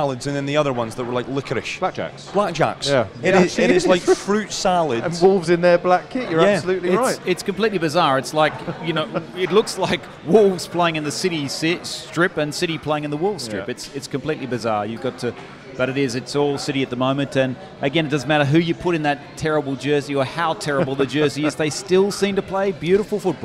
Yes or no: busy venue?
yes